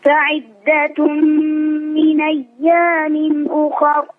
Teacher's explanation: أخر مفخمة لأنها مسبوقة بفتح